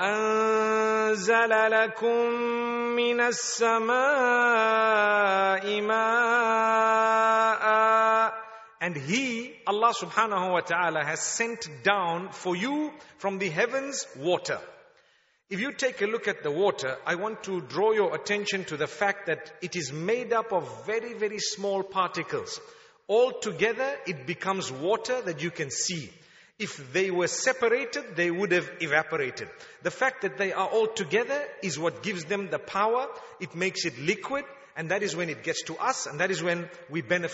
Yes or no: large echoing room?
yes